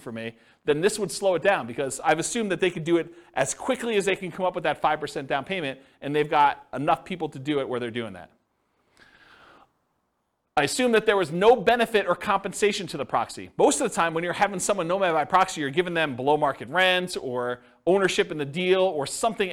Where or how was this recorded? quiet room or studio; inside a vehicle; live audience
live audience